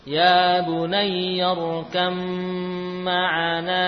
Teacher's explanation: Ba bertemu mim dibaca idgham. Ba-nya hilang, ya. Lalu masuk ke dalam huruf mim dengan sempurna, gunnahnya juga nampak jelas.